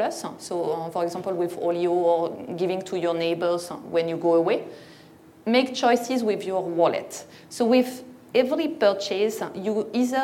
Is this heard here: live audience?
yes